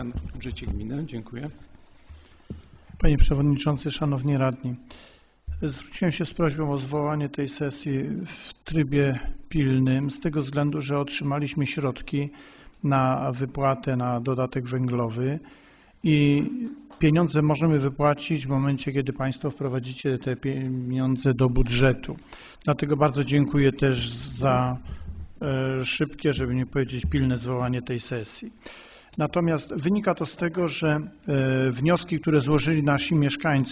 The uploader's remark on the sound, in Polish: Nagranie z LV Sesji Rady Miejskiej w Rabce Zdroju z 26.09.2022 r